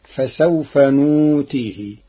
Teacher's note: قرأ ورش كلمة نؤتيه بإبدال الهمز واوا للتخفيف فتصير فسوف نؤتيه.